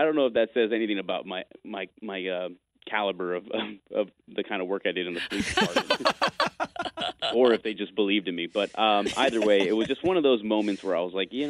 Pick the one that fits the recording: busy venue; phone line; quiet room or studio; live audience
phone line